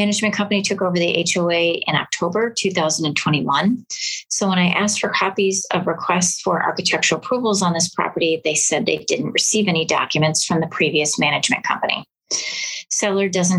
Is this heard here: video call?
yes